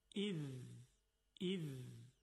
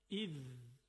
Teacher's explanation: حرف ذال هم مثل حرف ثا هست، یعنی نوک زبان به نوک دندانهای جلو برخورد میکنه، منتها فرقی که داره اینه که زبان شروع میکنه به ارتعاش، اذ اذ. علاوه بر این که زبان ارتعاش میکنه، تارهای صوتی هم مرتعش میشه